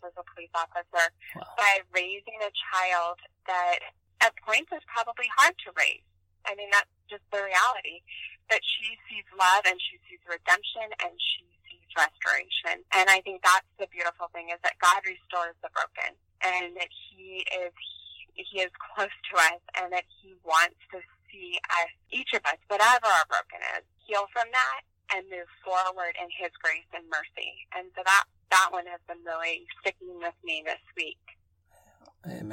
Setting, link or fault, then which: link, phone line